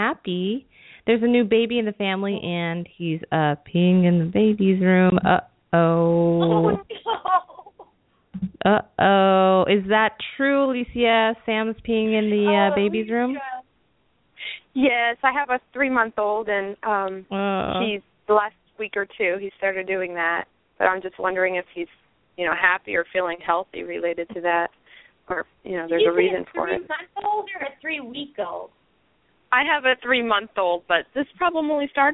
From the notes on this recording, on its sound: open up the lines for listeners to call in to ask questions